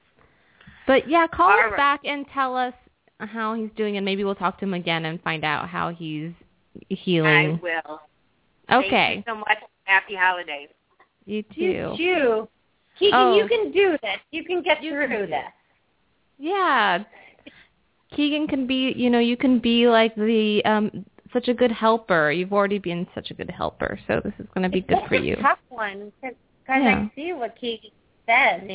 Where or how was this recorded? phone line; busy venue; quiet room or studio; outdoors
phone line